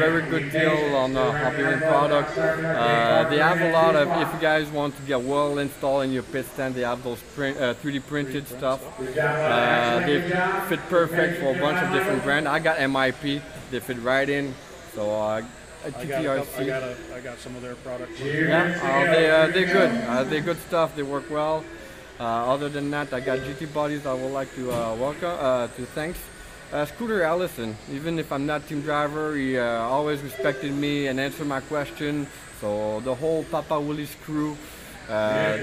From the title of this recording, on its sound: Live from the RC Chili Bowl